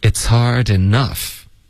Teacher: 然后 enough 会加重音